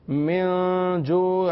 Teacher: من پر غنہ کرنے کی وجہ نون ساکن کے بعد حروف اخفا میں سے ہے، اخفا کا قاعدہ لگ رہا ہے لہذا غنہ ہوگا.